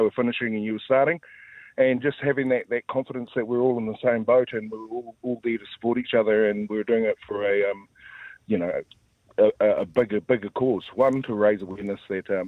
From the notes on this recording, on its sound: We are joined on the phone